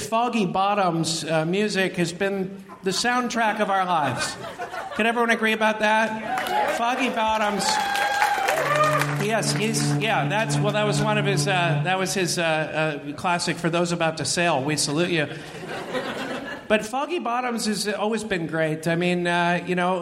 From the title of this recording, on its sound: Live from Comedy Central's Clusterfest!